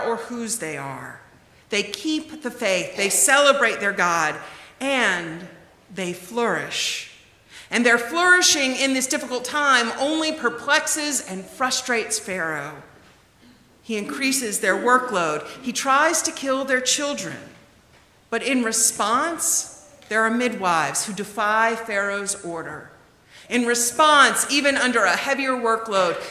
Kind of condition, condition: setting, large echoing room